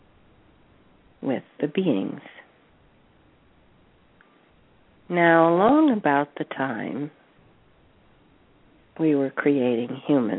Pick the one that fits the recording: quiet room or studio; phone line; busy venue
phone line